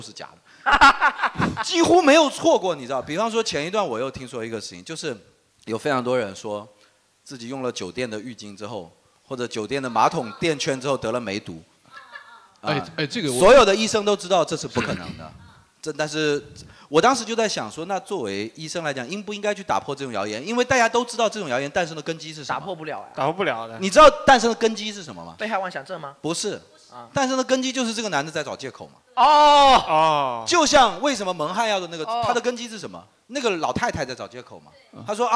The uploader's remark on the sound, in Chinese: 到场的各位医生们给现场观众问诊